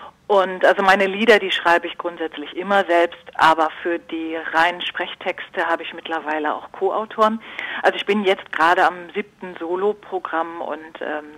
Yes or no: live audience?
no